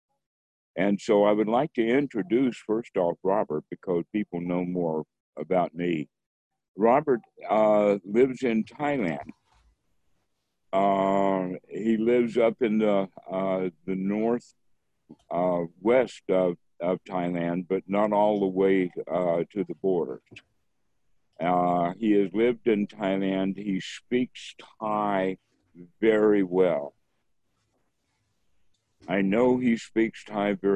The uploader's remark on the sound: Zoom Call.